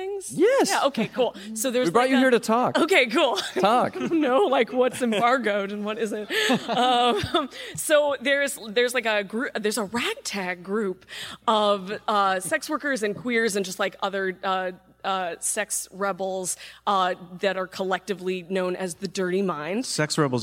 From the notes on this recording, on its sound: DC Vertigo Panel (New York Comic Con 2018). Recorded October 5, 2018 at New York Comic Con.